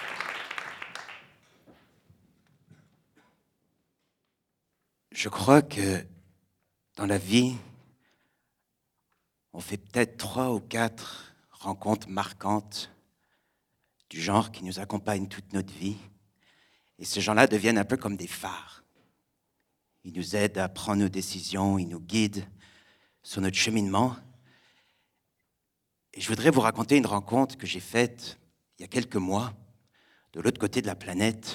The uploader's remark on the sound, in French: Raconté sur scène le 22 octobre 2016 au Radio_Live de Magnéto